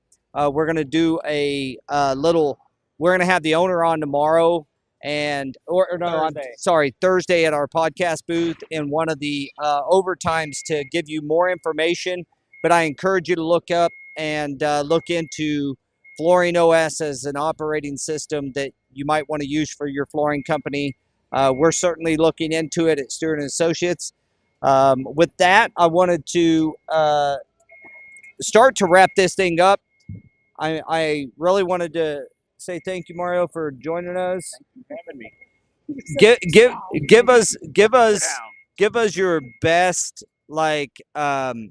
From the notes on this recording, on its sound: Live from TISE 2024. This week the guys are in beautiful Las Vegas, Nevada.